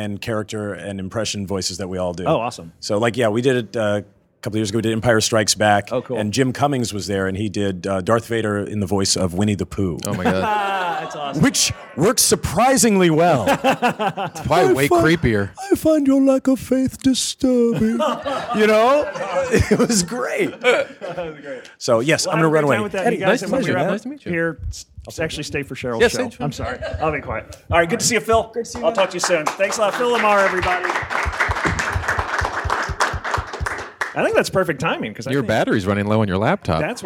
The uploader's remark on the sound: LIVE from Palm Springs Comic Con!